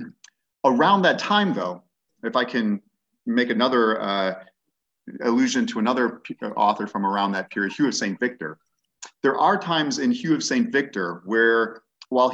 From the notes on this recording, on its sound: An online webinar.